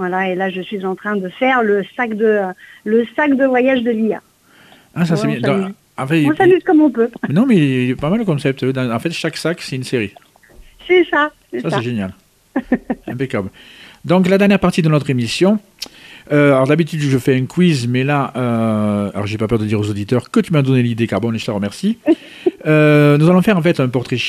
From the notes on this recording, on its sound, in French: reçoit par téléphone la scénariste